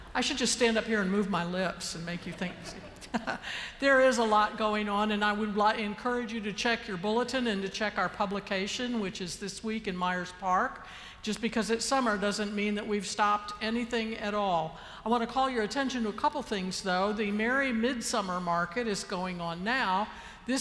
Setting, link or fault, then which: setting, large echoing room